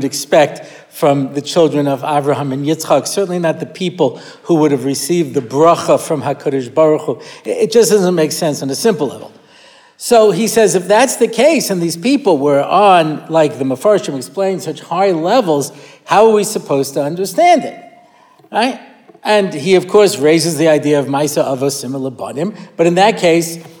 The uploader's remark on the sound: recorded at the Motzei Shabbos Har Nof shiur